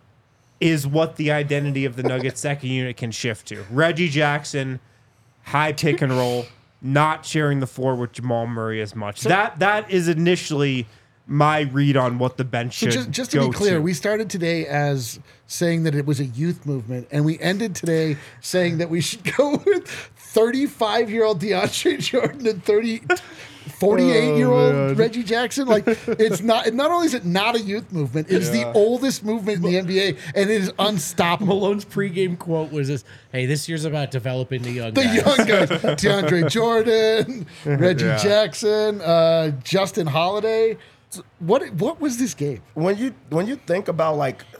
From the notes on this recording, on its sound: come to you LIVE from the DNVR Bar